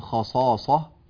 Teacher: خصاصة من أول الكلمة إلى آخرها مفخم إلا الهاء، حرف الهاء الموقوف عليه هذا هو فقط المرقق في هذا